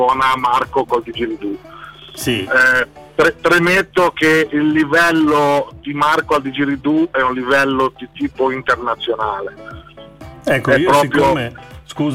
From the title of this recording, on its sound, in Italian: INTERVISTA TELEFONICA